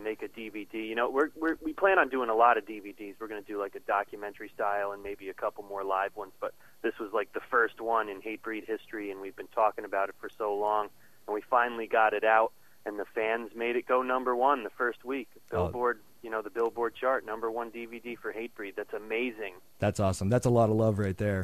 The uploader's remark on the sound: a phone interview